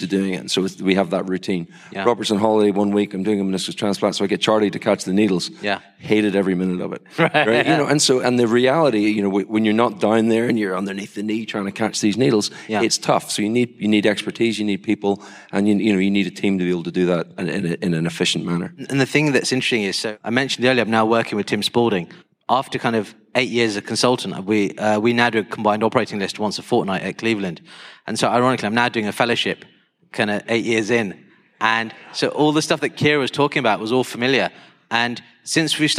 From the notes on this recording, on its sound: Welcome to the first ever orthohub fireside chat brought to you in association with Conmed from the 20th year of the Sports Knee Surgery meeting. Recorded live on stage in Birmingham.